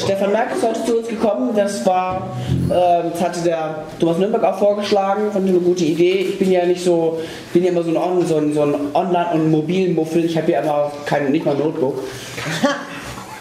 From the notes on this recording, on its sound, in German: Vortrag über mobile Betriebssysteme in Petersberg. Aufzeichnung des Vortrags über mobile Betriebssysteme auf der Bundesfachgruppe IT Tagung in Petersberg bei Fulda.